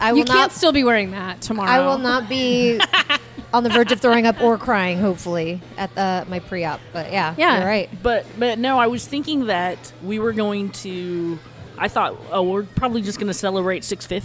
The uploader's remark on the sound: Restaurant alaMar Kitchen and Bar in downtown Oakland. To help co-host the in person (all vaxxed of course!) Blindspotting TV season finale. To be in an intimate setting with their loved ones, homies, and other cast members.